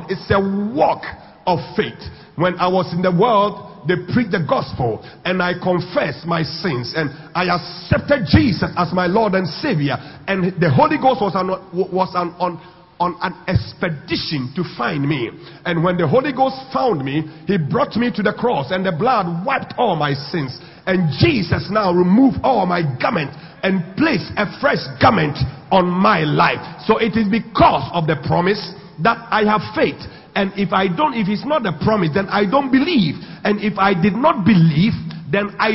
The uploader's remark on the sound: Sunday Communion Service at the Pentecost International Worship Center, Atomic.